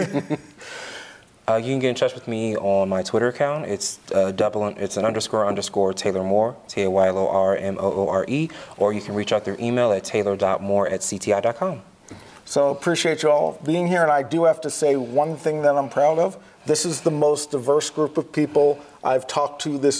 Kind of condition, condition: setting, busy venue